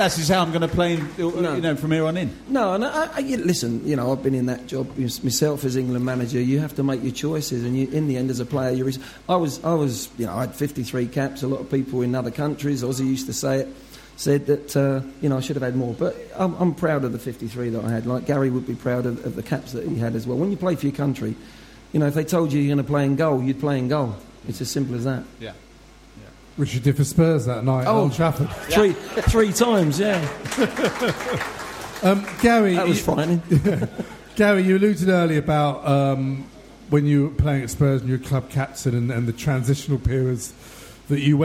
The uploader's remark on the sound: It's the Spurs Show LIVE at The Guanabara Club in Covent Garden!